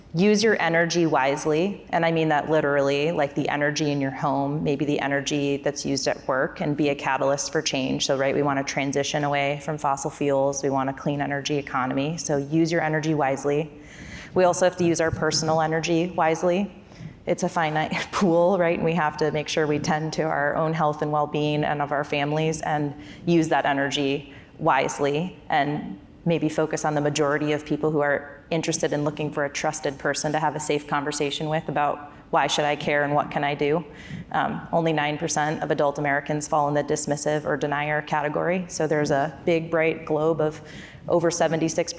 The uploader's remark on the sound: We are listening in on a conversation. During the Crosscut Ideas Festival in Seattle.